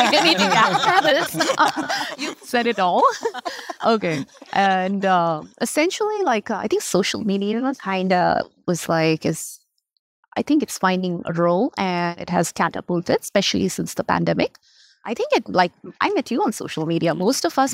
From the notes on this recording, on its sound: On this episode, we bring you interviews recorded live at the HFSA Annual Scientific Meeting in early October 2023.